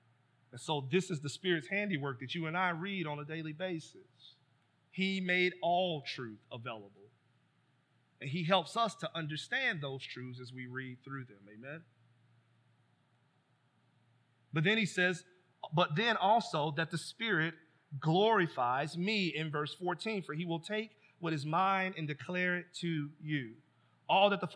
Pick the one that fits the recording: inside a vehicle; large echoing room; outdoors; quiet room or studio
large echoing room